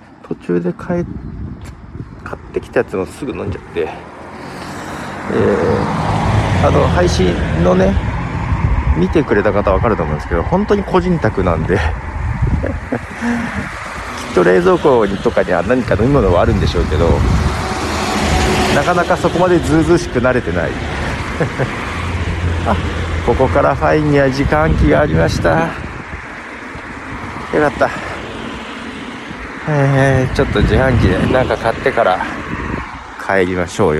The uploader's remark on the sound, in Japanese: 日本ポッドキャスト協会のイベント中ですが、朝の散歩をしながら収録してきました。